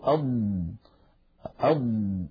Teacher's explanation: فلما نقول أم نجد بأنه لا يجري معها نفس ولكن الصوت يمتد